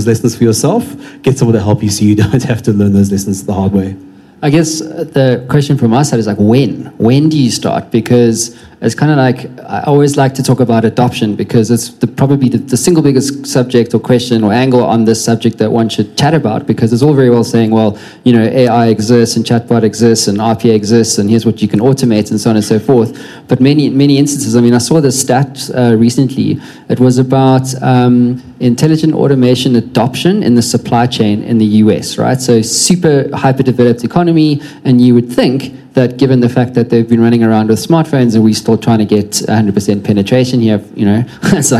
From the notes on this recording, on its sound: In this live podcast with PwC South Africa